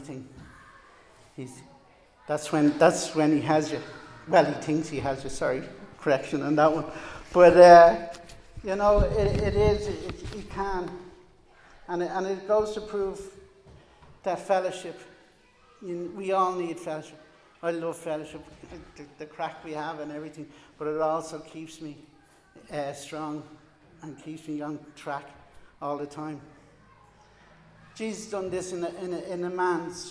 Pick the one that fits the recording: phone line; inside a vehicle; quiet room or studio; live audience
live audience